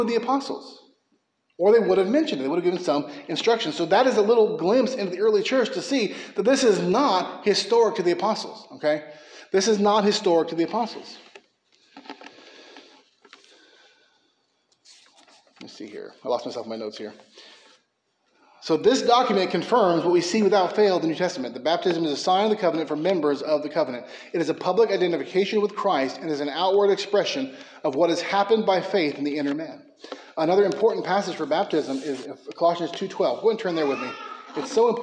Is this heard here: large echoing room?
yes